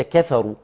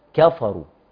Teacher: أنت بترقق للكاف والفاء وبتفخم للراء · Shown in: first take